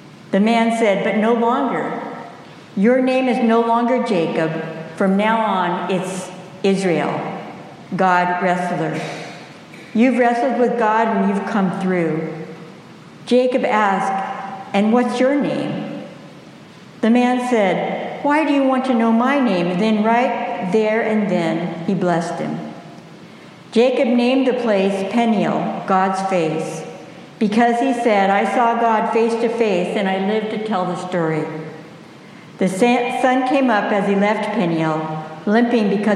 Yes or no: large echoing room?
yes